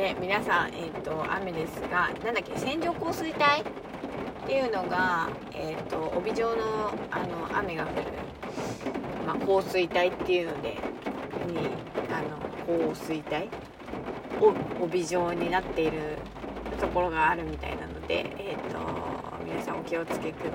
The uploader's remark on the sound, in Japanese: 今日は朝から雨音が賑やかで車の中スタジオも楽器のようだなぁ